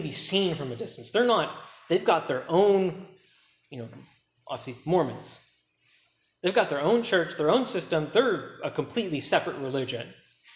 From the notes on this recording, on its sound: preached at Key Peninsula Baptist Church